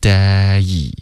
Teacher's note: 这个 day 开头的 a 嘴巴再张开大一点